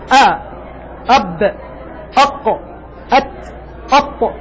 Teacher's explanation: الرخاوة صفة ضد الشدة، شدة في الحرف انحباس الصوت، صوت شديد مثل القاف والكاف والدال والتاء والهمزة. الشدة فيها ما تقول آ أب أق أت أط، هذه الشدة انحباس الصوت.